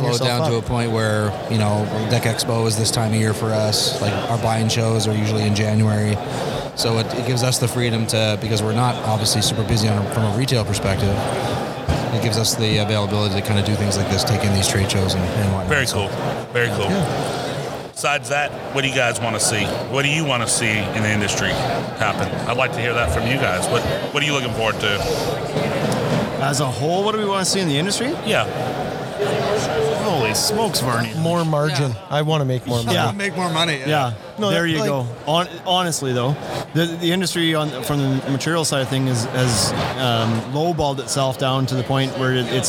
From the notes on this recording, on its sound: Live From Deck Expo 2019. Live from Louisville, Kentucky at Deck Expo 2019.